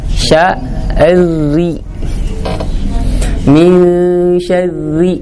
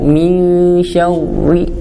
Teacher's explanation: ro dalam kondisi kasroh dia datang dalam kondisi lemah · Shown in: first take